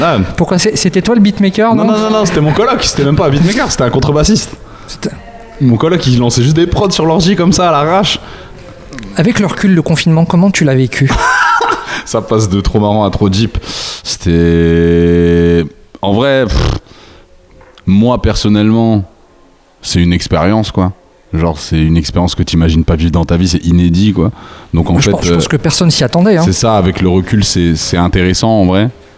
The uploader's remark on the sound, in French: Enregistrement réalisé lors du festival Hop Pop Hop